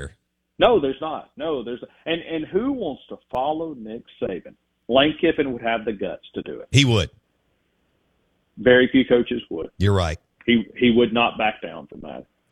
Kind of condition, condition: link, phone line